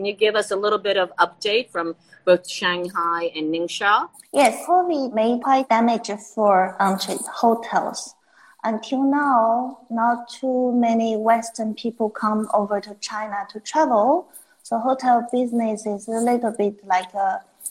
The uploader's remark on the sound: recorded on instalive during the pandemic